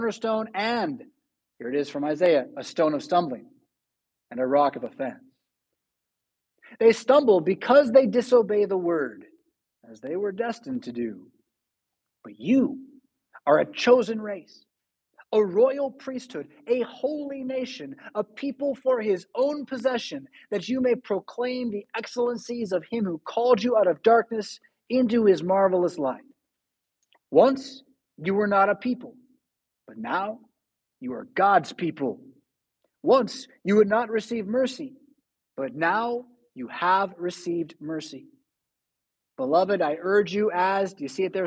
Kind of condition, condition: setting, large echoing room